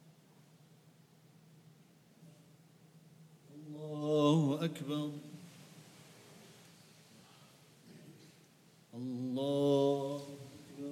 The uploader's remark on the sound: at The Houghton Masjid (West Street)